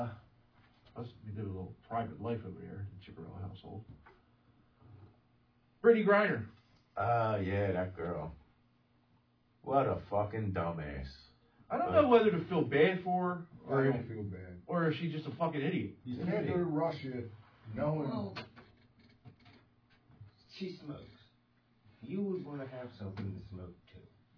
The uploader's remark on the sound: The audio is a little low on this one